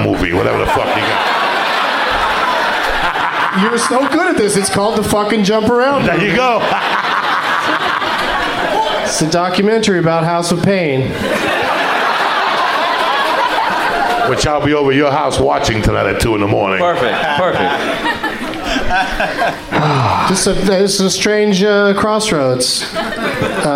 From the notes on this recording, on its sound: Live from Cap City Comedy Club in Austin, TX